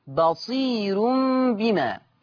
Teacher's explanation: طيب قرأ ورش بترقيق الراء وصلا، بترقيق الراء وصلا في لفظ بصير بما، بصير بما، لأنها راء مضمومة وقبلها ياء مادية. أما وقفا، أما وقفا فهي مرققة للجميع، الجميع بيرقق.